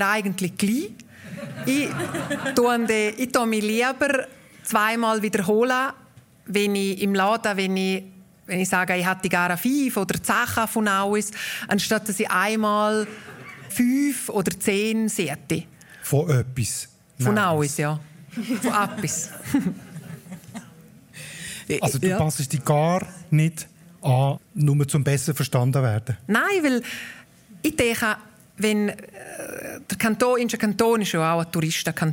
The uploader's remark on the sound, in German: Die am Arosa Mundartfestival vor Publikum aufgenommen wurde.